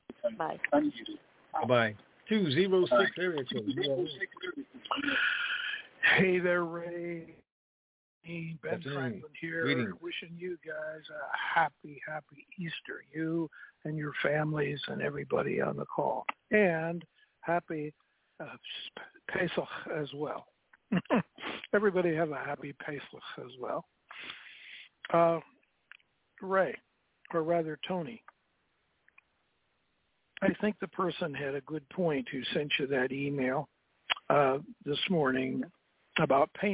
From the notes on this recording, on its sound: TNTSuperfantastic Conference Call